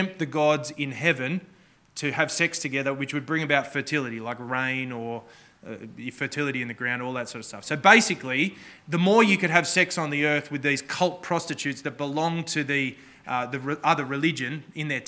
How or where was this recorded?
large echoing room